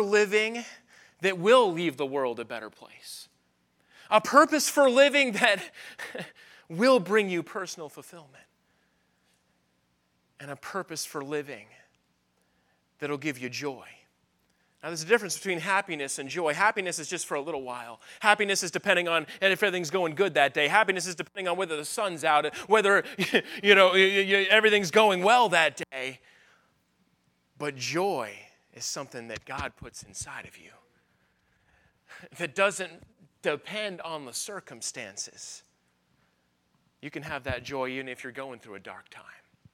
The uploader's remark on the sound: at the Focus Youth Conference on May 6, 2023, at Victory Baptist Church in Boonsboro, Maryland